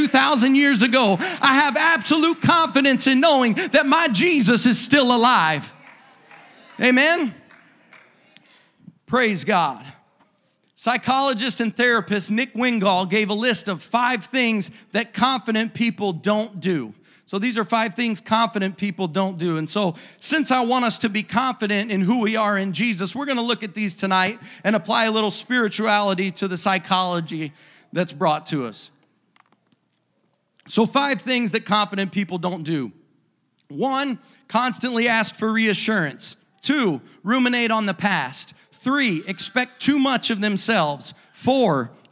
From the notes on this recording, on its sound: a service recording from Connect Point UPC